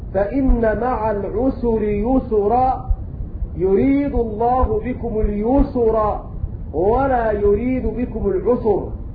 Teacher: ومعنى هذا أن كلمة العسر واليسر قرأت بضم السين لأبي جعفر